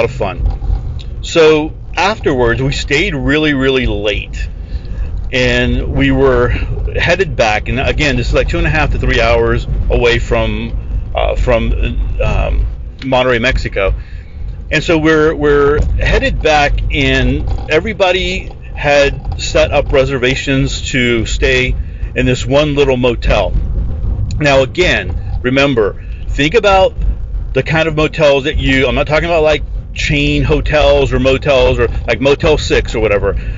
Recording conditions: inside a vehicle